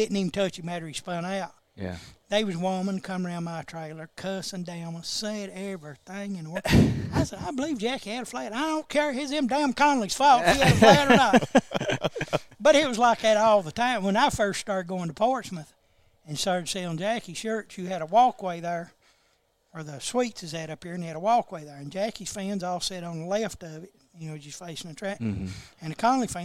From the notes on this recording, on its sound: live from Graphic Impressions